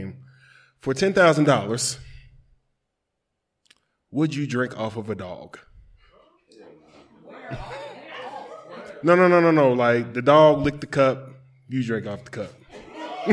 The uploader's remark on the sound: With A Live Audience